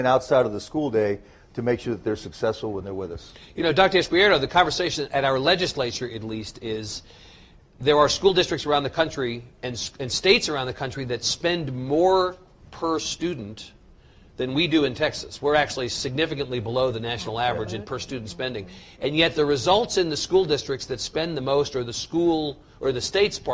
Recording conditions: live audience